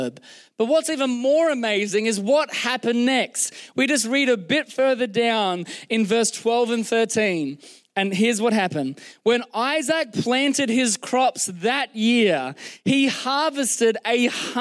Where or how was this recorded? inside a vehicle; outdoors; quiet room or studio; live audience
live audience